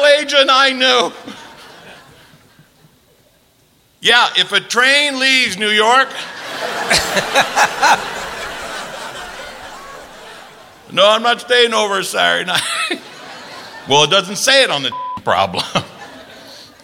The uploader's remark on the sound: Live at the Souhtpoint